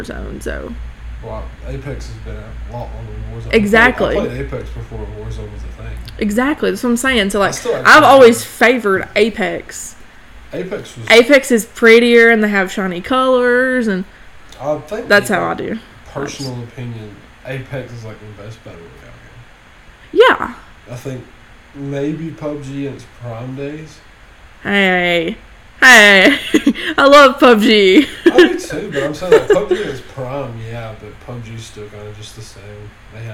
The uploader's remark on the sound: I know we've had issues with the audio in the past, and even after trying to resolve them, they continue.